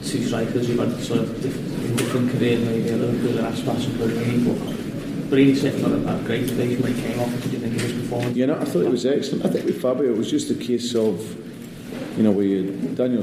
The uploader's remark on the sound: Attended the post match press conference after the Shamrock Rovers friendly and recorded the conference in full.